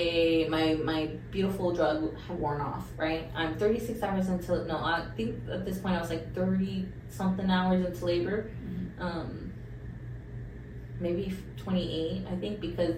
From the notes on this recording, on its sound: We did have some audio troubles for this episode and apologize for any drop in quality.